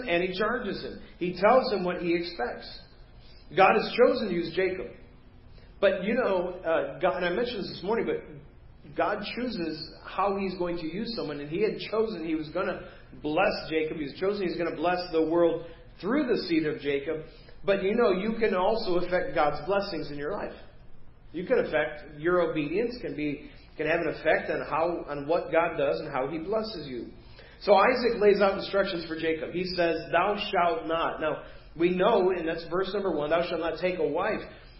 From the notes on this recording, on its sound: Preached at First Baptist Church of Hazel Park